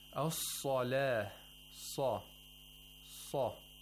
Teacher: We have the تَفْخِيم of صَاد، the second highest level of تَفْخِيم.